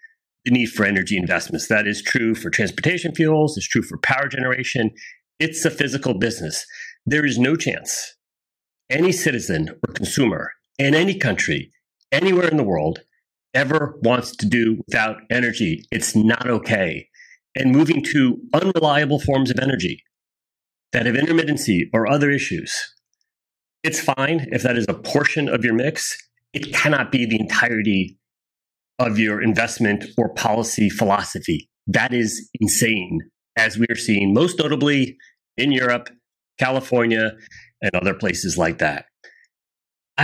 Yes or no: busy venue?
no